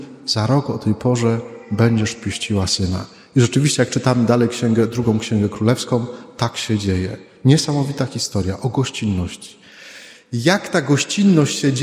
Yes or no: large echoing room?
yes